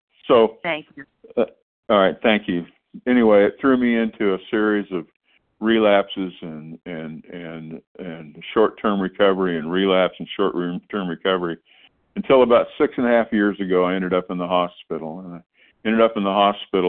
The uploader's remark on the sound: 100 Pounders Phone Meeting, 6/14/23